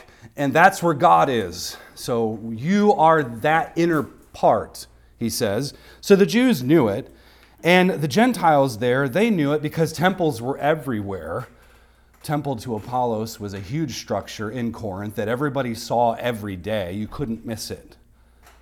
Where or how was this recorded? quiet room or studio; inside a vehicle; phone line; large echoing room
large echoing room